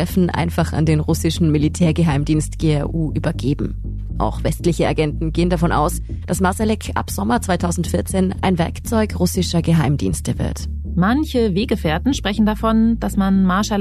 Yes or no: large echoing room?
no